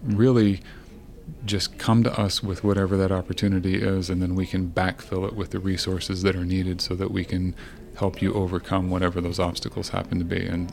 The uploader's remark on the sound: onsite at the Event Design Certificate Program Level 3 Cohort 46